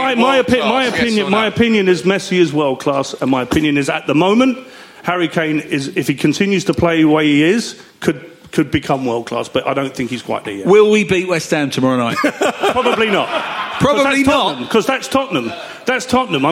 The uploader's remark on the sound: It’s another private live show for Spurs Show Season Ticket holders only. DO NOT PLAY LOUD!